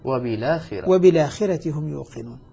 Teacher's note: همز، الهمزة أصلها حركتها مفتوحة. ألقيت حركة الفتح على اللام وأسقطت الهمزة